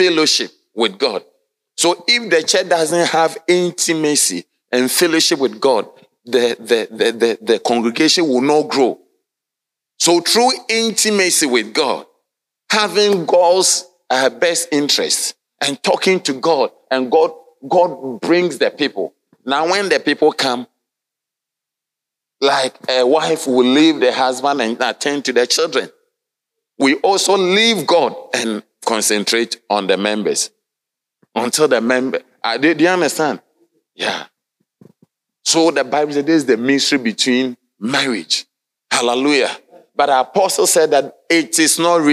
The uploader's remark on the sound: Sermon delivered on Sunday, September 17, 2023, at LCI Mega-Church in Cape Town, South Africa.